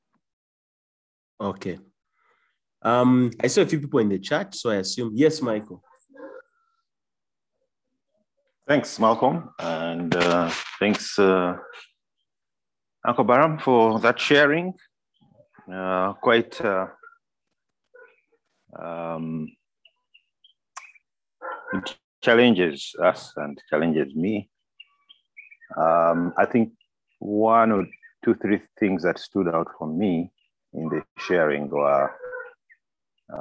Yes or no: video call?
yes